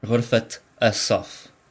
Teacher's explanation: the ta marbuta is pronounced as long as it's not the final word in the idafa construction. And it's only pronounced in the idafa construction.